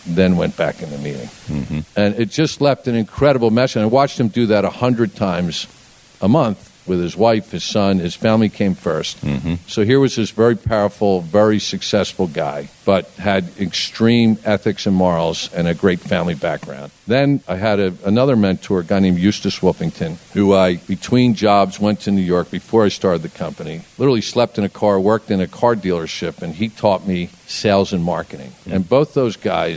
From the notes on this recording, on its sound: In front of a live audience at one of his newest ventures, The Discovery Labs. 1 million square foot space in King of Prussia, Pennsylvania.